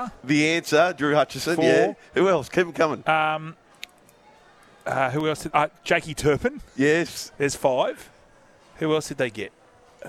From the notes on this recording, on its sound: Live from Circular Quay in Sydney at Wahlburgers.